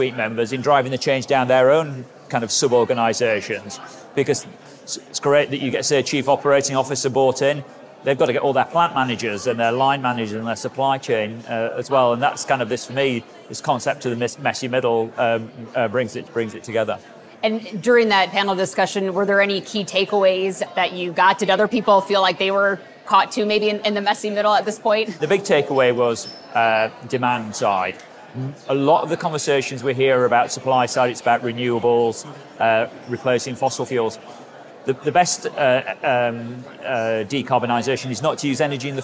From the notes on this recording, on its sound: Taking listeners behind the scenes at Climate Week NYC. A special on-site recording at the largest annual climate gathering of its kind. This quick-hit episode taps into the buzz on the ground at the event.